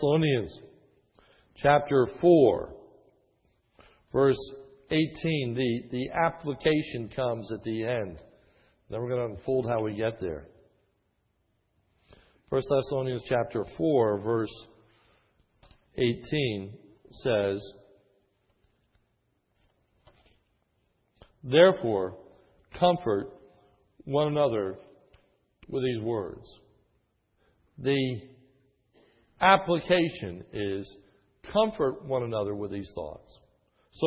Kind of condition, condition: setting, large echoing room